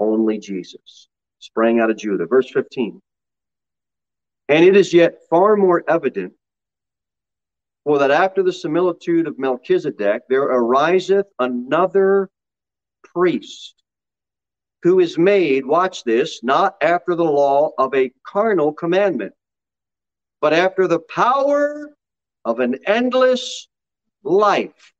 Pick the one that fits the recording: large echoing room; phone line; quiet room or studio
large echoing room